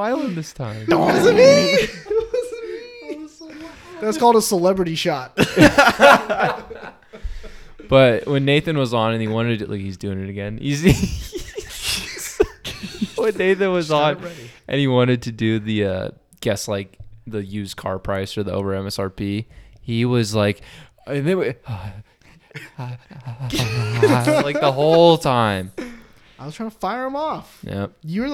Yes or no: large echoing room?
no